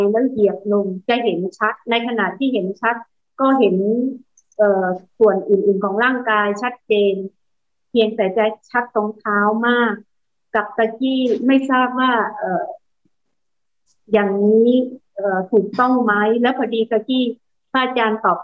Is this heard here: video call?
yes